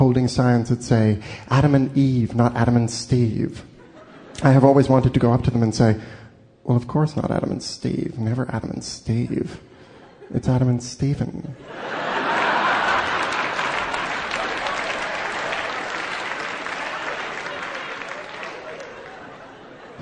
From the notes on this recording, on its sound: Taped before a live audience in Town Hall in New York City. This was a co-production with WNYC New York.